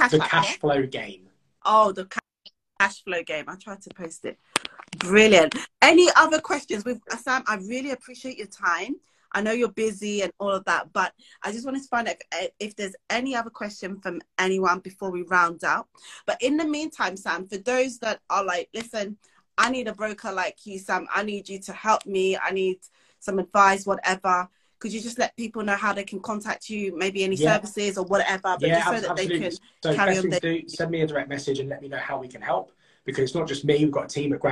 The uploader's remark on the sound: This week I’m sharing an instagram live with you